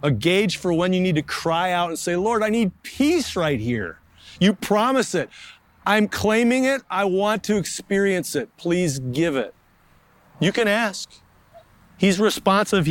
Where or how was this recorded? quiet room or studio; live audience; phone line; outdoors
outdoors